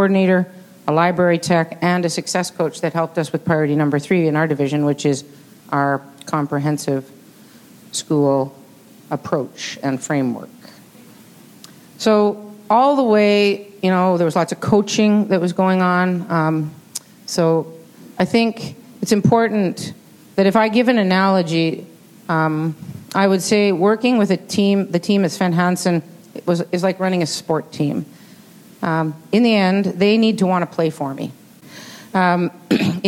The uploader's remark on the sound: In this video we bring you a session from a LeadMeet gathering that was held at the Royal Glenora Club in Edmonton in January of 2023. LeadMeets are events organized by the CSL where local leaders share their tips for positively impacting student learning.